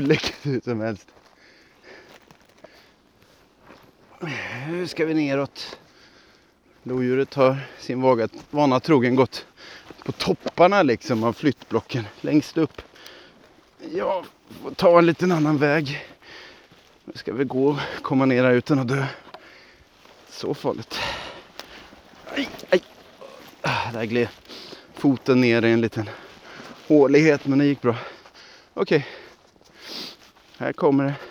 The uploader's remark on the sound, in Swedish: Vi får följa med honom in i gömslet den sista kvällen. Som vanligt är det äkta ljud ni hör som vi har spelats in på plats, Naturpodden använder inga ljudbanker.